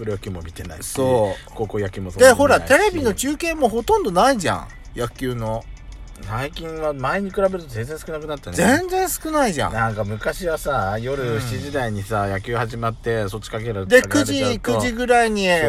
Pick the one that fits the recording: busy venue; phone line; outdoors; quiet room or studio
outdoors